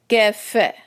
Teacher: फै भी बहुत आसान है, सिर्फ एक चीज़ का हम ख्याल रखते हैं कि जो है इसके साथ सांस की आवाज़ तेज़ निकलती है और उसको जो है हम ज़रा सा उससे हम फा को क्लियर करते हैं, वाज़ह करते हैं।